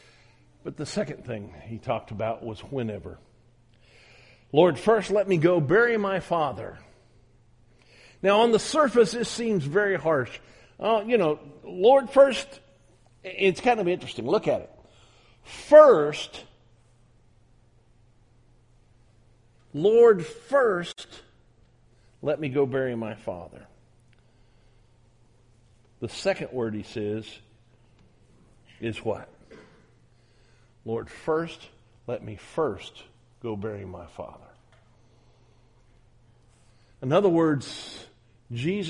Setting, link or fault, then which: setting, large echoing room